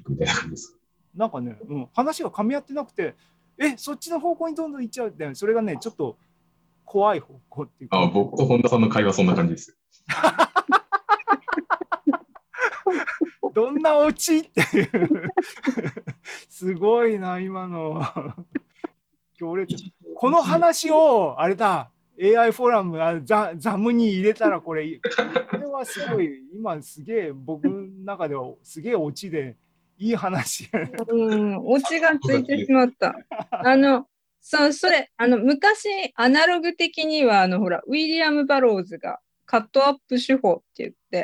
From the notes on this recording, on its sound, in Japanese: ２０２２年６月２９日に開催した ZOOMライブの模様です